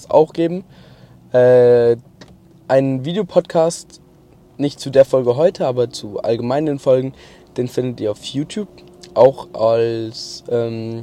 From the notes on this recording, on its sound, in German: Heute mal vom Autobahn Parkplatz. Auf dem nachhause weg hab ich kurz das Auto abgestellt das Mikrofon angeschlossen und auf Aufnahme gedrückt. Hoffentlich mit besserer Sound Kulisse.